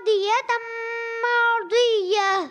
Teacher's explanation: رضیتاً ایک الف کھینچ کر بھی ادا کریں گے